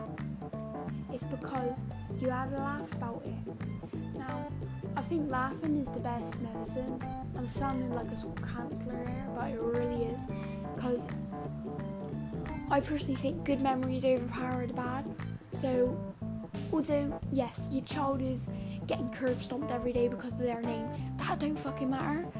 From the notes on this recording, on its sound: sry about the audio man needs to get a better microphone